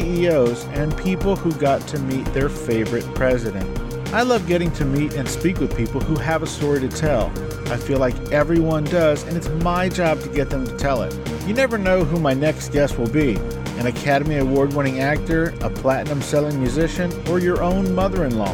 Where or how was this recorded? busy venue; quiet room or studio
busy venue